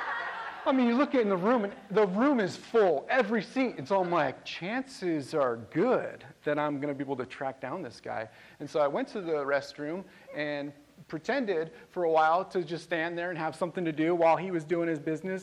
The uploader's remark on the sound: This message was recorded on June 4, 2023, at View Ridge Middle School in Ridgefield, Wa.